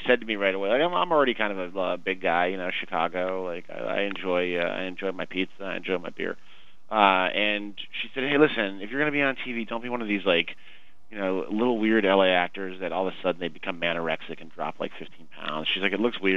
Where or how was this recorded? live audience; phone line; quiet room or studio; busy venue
phone line